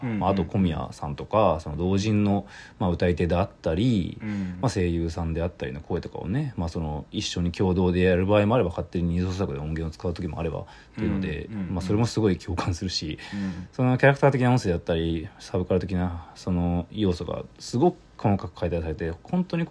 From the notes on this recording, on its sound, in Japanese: 京都の首塚にきて。From Radiotalk。ボイスメモです。